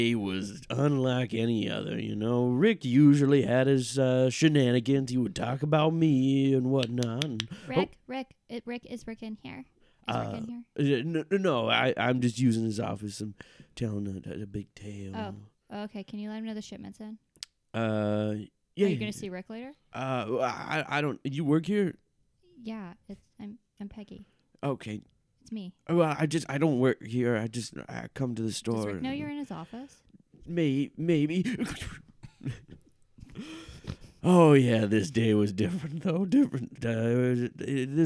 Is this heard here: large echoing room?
no